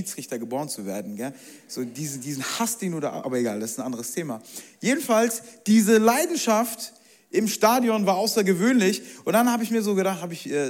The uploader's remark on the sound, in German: Zeal Church Leipzig. Audiomitschnitt der Predigt.